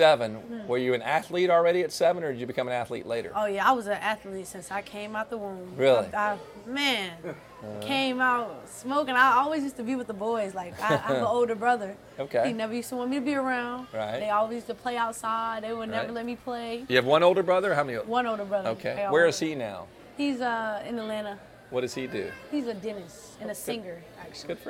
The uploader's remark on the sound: At the Fiery Crab in Baton Rouge for some delicious food.